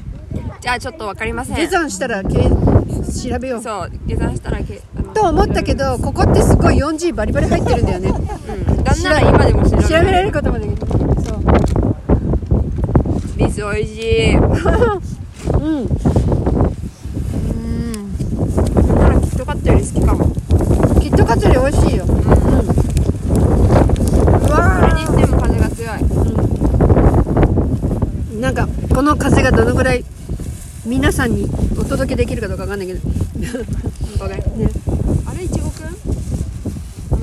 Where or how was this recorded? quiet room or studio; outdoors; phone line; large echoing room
outdoors